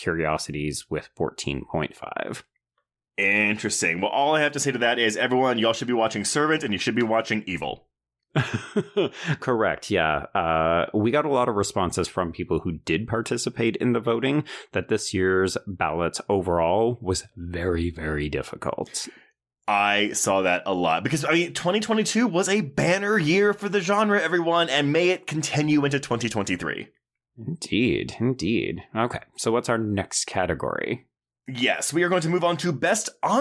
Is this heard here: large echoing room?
no